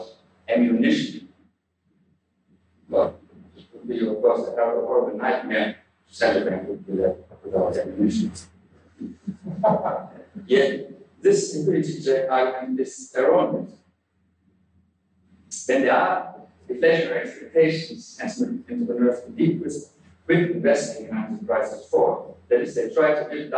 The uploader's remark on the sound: Note that the audio quality for 2006, 2008, and 2009 was poor and has been improved.